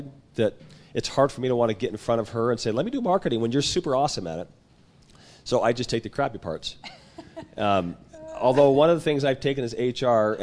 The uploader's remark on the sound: Audience Q&A.